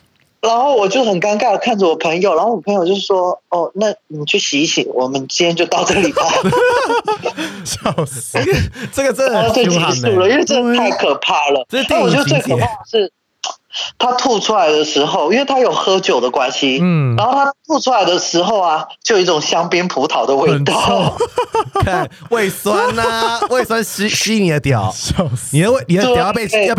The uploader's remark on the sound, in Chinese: 本集跨海連線通話錄音，來賓的音質可能沒辦法像我們這麼美妙(笑)，請大家收聽時多多包涵。